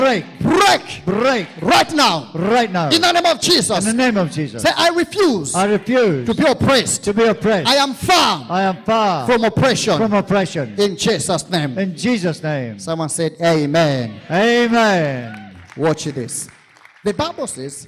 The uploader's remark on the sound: This episode was extracted from our Live Church Services